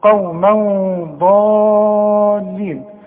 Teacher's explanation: الضاد من حروف الاخفاء، هخفي وغن